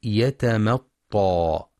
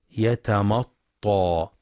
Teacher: وفي كلمة يتمطى ينتبه لترقيق الميم · Shown in: first take · فلا يقرأ يتمطى بالتفخيم.